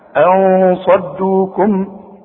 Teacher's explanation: وخد بالك من الصاد بقى، بدون تشديد، مش مشددة زي الادغام. ها انصدوكم. · Term: الاخفاء